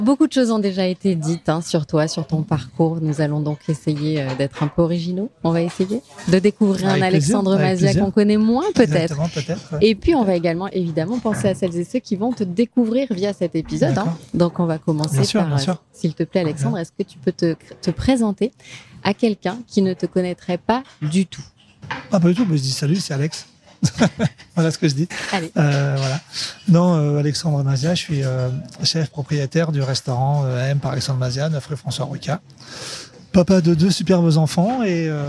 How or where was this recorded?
busy venue